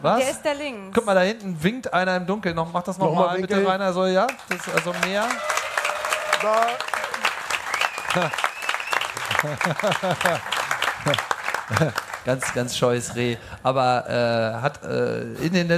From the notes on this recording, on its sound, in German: Camp2019. Der Freak Show Podcast live on stage.